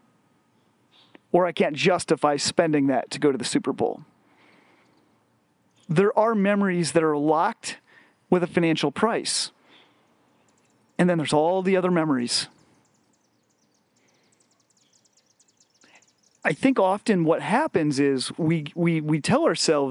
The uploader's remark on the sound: Recorded while on a family camping trip in the Black Hills of South Dakota.